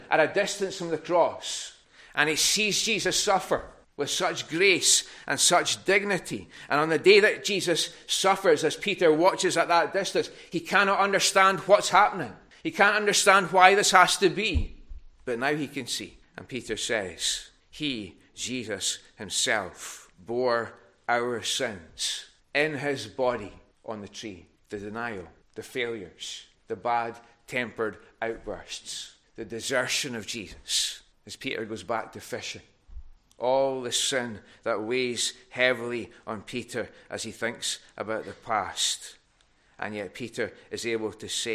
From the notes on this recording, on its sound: recorded at North Harris Free Church on the morning of Sunday, 30th April 2023